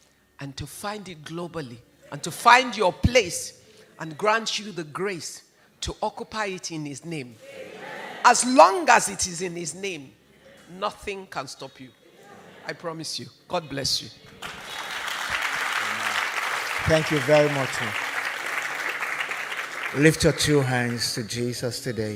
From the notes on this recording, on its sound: I delivered this teaching at the inaugural Find Your Voice conference in London.